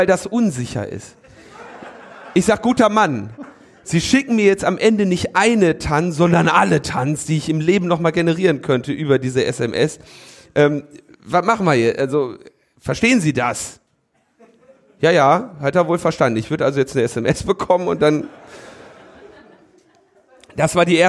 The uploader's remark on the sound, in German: Die Live-on-stage Sendung von der "Das ist Netzpolitik!" Konferenz in Berlin. Konferenz von netzpolitik.org im Roten Salon in der Volksbühne in Berlin.